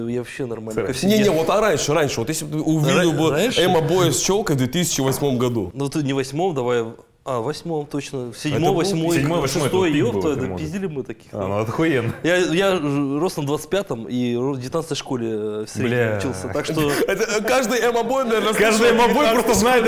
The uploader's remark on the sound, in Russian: Подкаст записан в барбершопе «Chop-Chop Сургут».